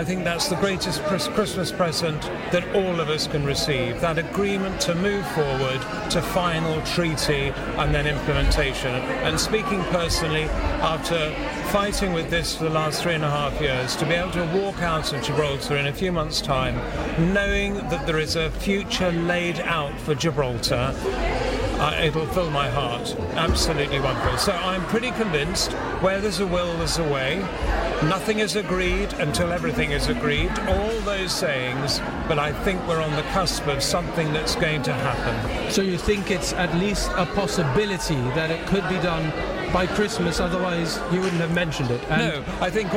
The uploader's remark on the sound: On Location from the Convent Christmas Fair